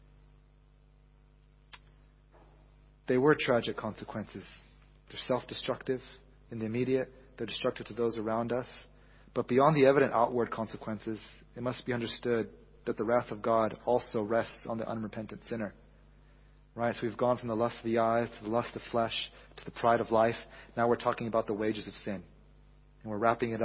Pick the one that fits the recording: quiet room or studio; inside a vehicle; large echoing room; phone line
large echoing room